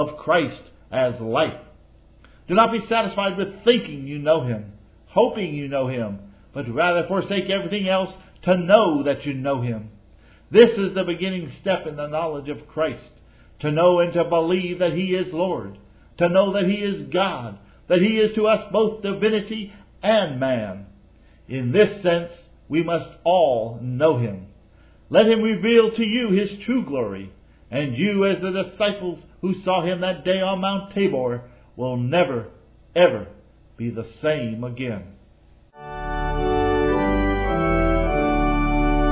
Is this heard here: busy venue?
no